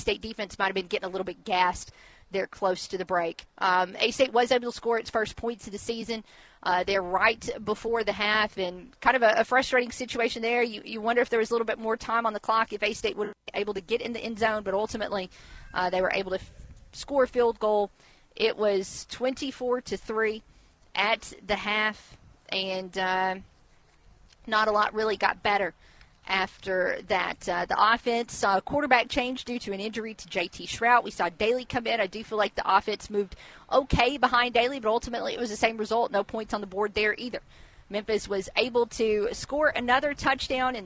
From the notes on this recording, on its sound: live from the Inaugural First Responder Hero Day at the Judd-Hill Farmers Market